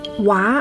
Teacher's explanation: Hua, that's the second tone.